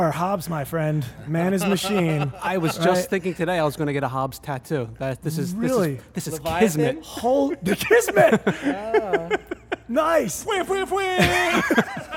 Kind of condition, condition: setting, busy venue